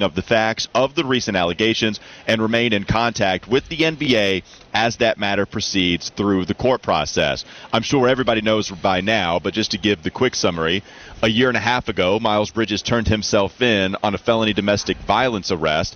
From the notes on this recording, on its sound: live from the Charlotte Auto Show